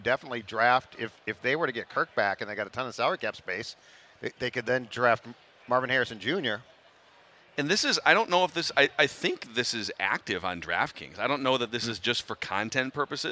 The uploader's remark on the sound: Live from the Minnesota Golf Show! Live and in-person from the Minnesota Golf Show.